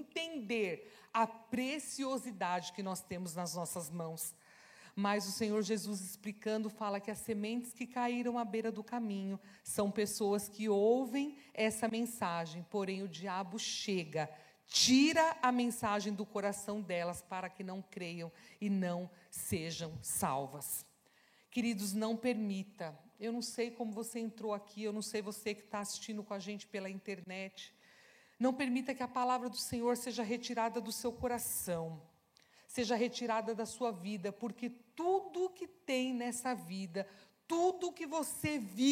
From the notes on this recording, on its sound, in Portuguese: Celebração ao vivo